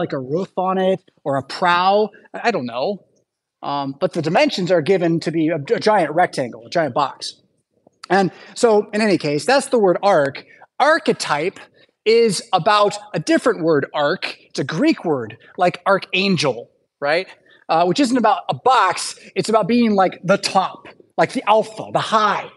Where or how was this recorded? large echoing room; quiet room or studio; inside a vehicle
large echoing room